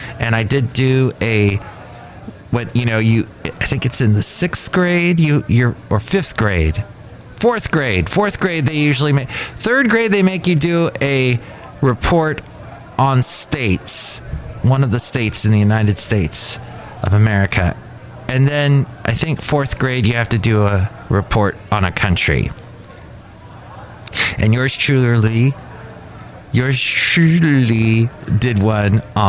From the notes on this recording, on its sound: podcasts live from Cafe Anyway